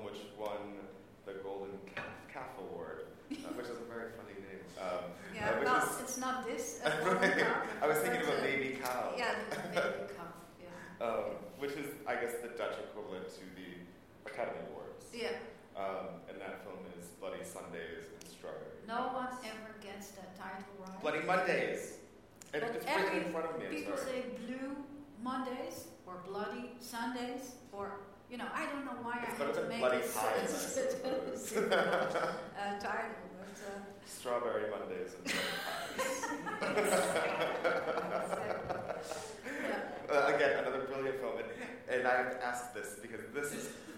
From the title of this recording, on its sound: IDFA Industry Talk 18 November 2016